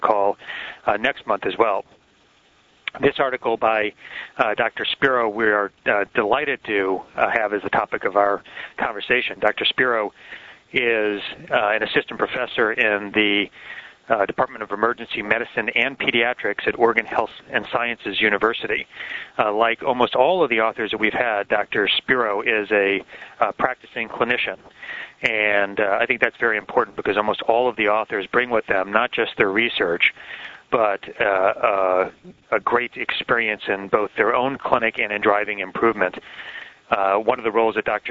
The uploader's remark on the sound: Author in the Room® Teleconference